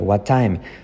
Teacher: La T de what se omite. What time? Luego no se dice time, sino time.